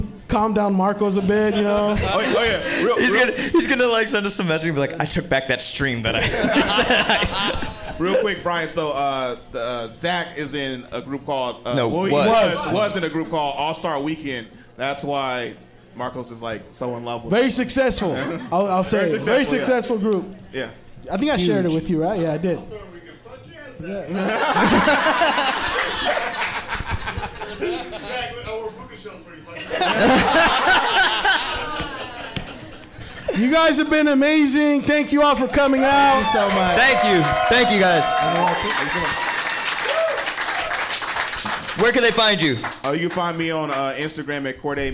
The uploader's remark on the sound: Live from the Factory Bar